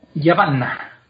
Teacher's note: van, termina en consonante es fuerte, se queda un acento